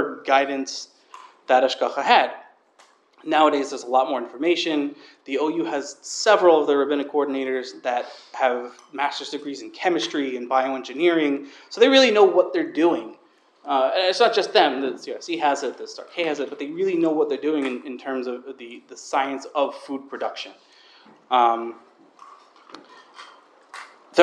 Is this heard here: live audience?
yes